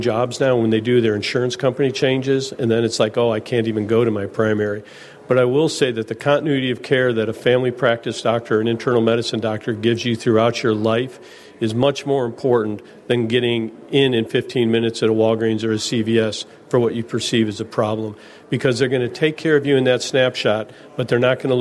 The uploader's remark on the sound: live from Treetime at Lake Barrington!